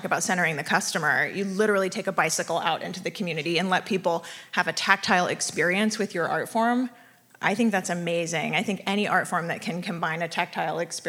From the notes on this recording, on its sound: a live show we recorded just last night at the book launch party here in San Francisco